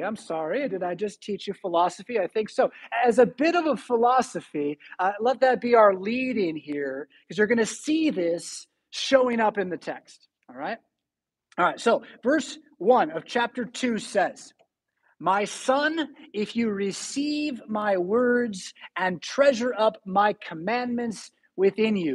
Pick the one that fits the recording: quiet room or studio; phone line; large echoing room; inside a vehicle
large echoing room